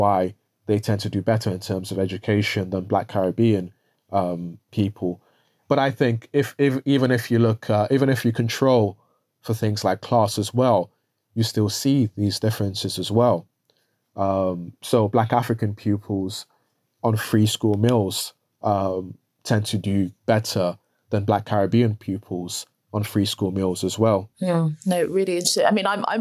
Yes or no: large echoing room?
no